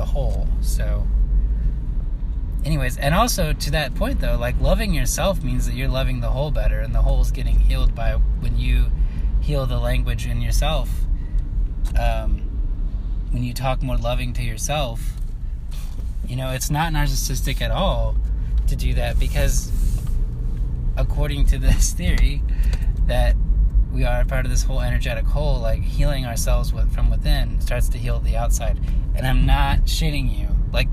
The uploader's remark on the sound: I've recorded some night vibes along with my car sounds.